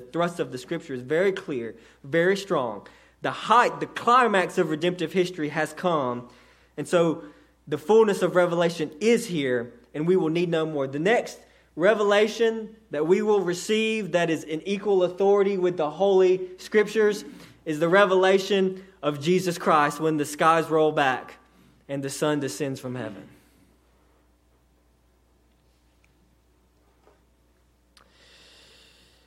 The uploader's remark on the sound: a sermon delivered to Cottondale Baptist Church in Eastman, GA on 2/11/18 during the 6:00pm service